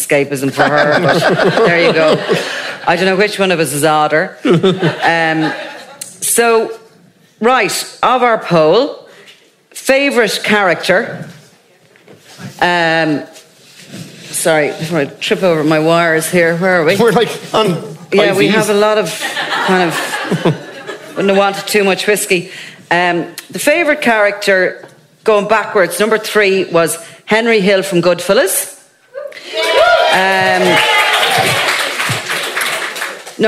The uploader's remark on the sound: Crime World Live. Before a live audience.